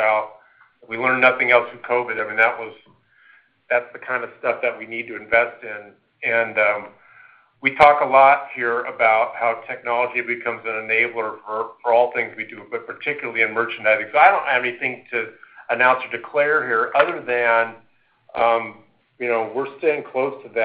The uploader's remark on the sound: Earnings Conference Call